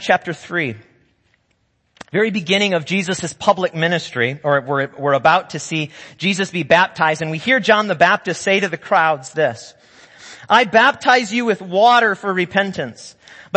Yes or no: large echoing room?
yes